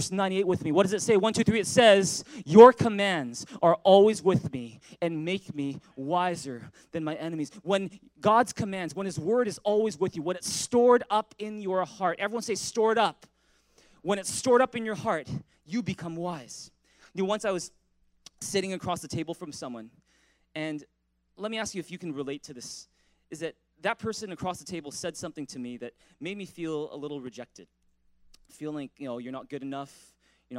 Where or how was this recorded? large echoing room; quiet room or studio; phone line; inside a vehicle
large echoing room